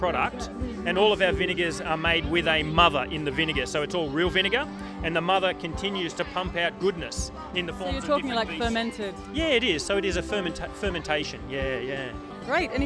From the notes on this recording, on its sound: Lismore hosted it's inaugural Eat The Street food festival extravaganza on a perfect Shire Day so of course I had to take my microphone